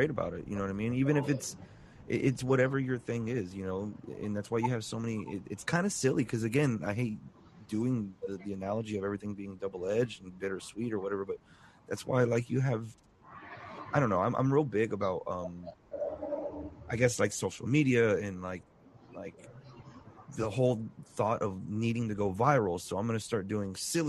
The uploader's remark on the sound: is being recorded at Coconuts on the Beach in The Space Coast area of Florida